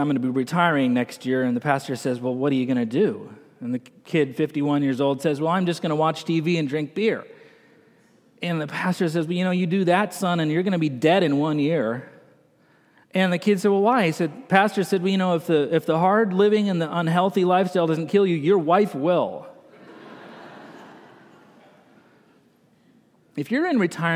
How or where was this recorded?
large echoing room